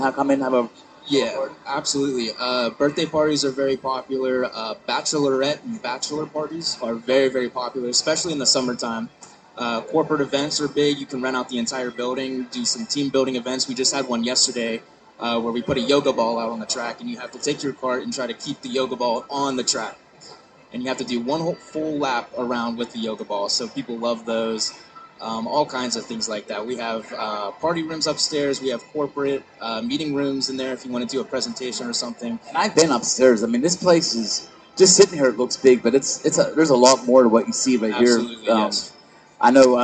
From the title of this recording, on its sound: LIVE at Three Rivers Karting